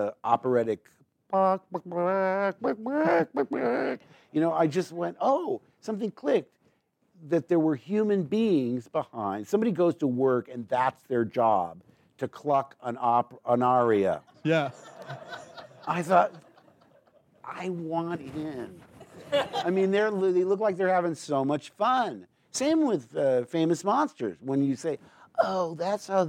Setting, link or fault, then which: setting, live audience